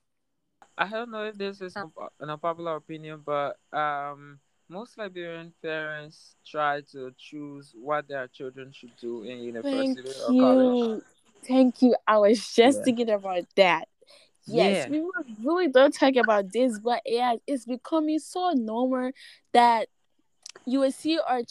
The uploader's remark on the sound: The noises in the background is a living proof that I live in a Liberian home. You can’t avoid the noise!